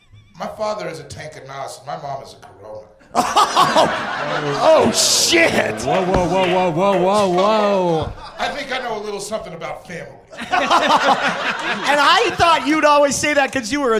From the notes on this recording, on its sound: This live episode from High Plains Comedy Festival.